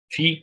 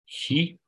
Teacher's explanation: Fi, care este PH, hi, CH, adică P aspirat, C aspirat